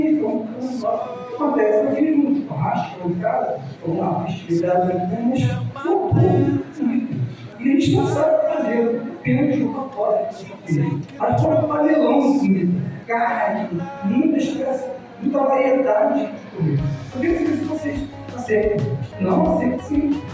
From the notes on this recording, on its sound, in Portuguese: Aproveito a oportunidade para me desculpar pela qualidade do áudio.